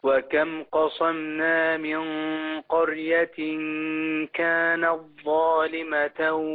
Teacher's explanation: هتعمل ايه التاء في الظاء؟ هيبقى ادغام.